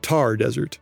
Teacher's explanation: Thar is spelled T-H-A-R, but it's pronounced with just a regular T sound.